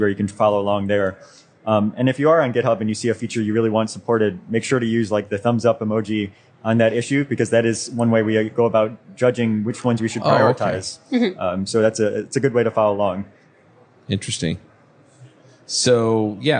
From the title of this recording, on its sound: LIVE at Microsoft Build